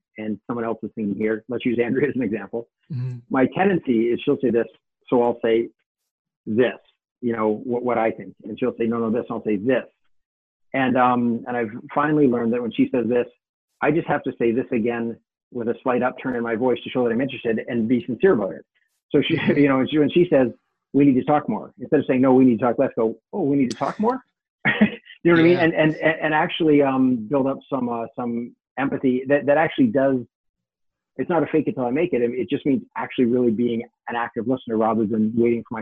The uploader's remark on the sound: Live ZOOM recording